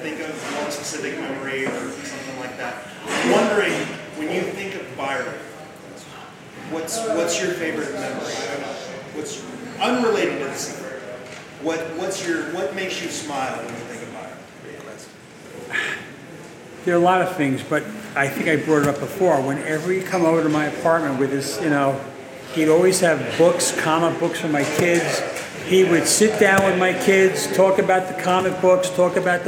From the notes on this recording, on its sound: The NY Meetup. For the first and last New York meetup. This audio was recorded live.